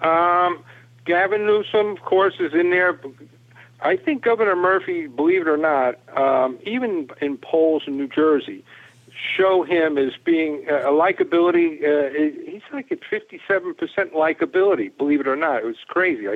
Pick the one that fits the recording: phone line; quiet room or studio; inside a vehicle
phone line